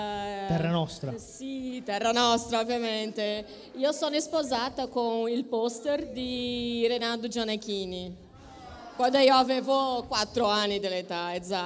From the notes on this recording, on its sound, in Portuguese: foi gravada diretamente no nosso evento presencial de São Paulo